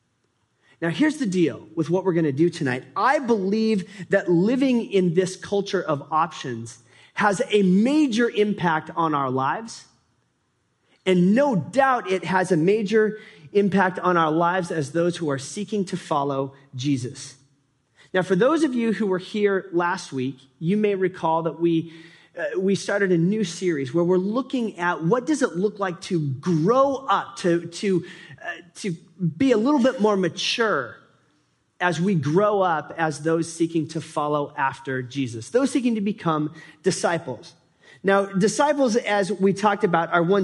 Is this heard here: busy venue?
no